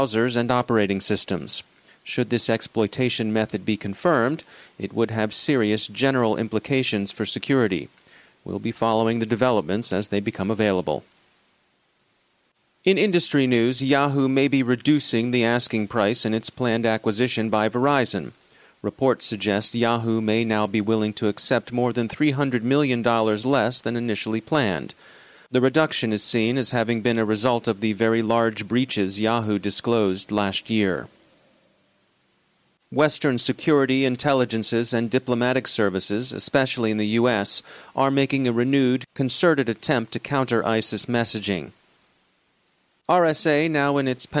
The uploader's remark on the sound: Provides his take of the RSA conference from the show floor.